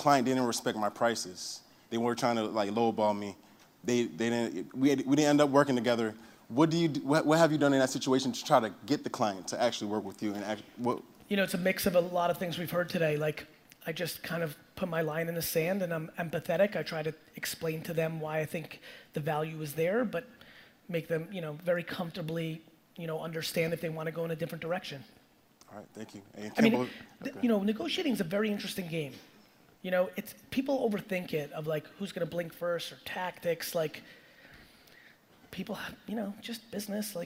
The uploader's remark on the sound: Digital Agency Expo Keynote